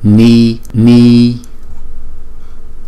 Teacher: chữ y chúng ta kéo dài hai nhịp